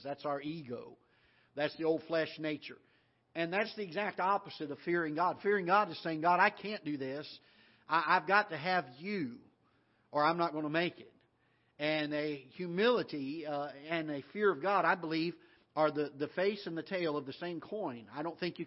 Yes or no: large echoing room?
yes